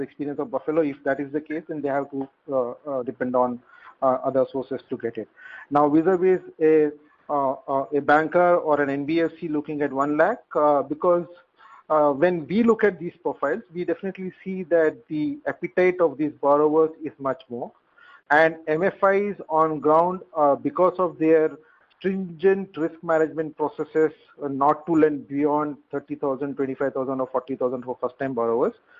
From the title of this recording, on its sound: Conference call with M-Cril